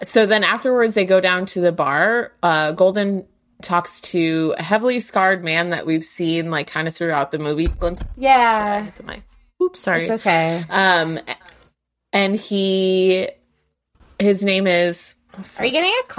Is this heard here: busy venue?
no